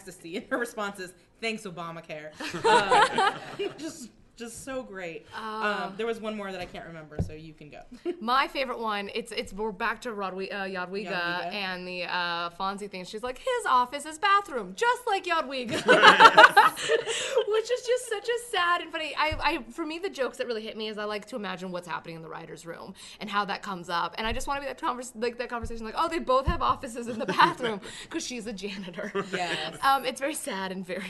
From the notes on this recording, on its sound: LIVE from Comic Con Palm Springs. LIVE Show at Comic Con Palm Springs.